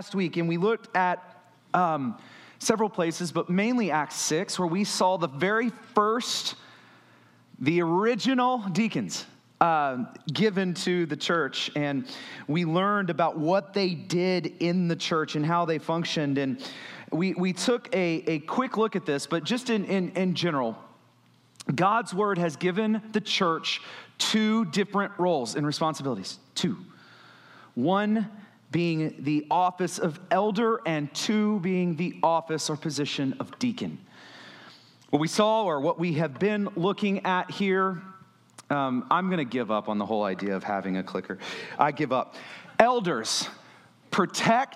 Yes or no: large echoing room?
yes